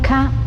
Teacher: Il ca ha un'esplosione molto forte, il fiato esce a scatto, la lingua è portata su al palato